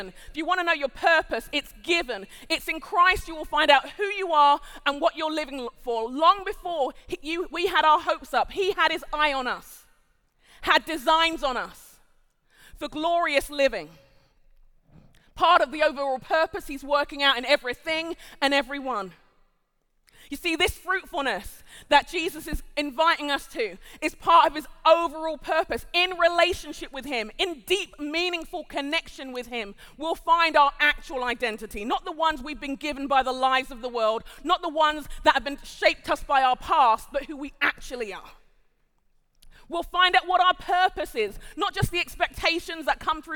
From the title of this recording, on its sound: Live at The Orchard Conference 2023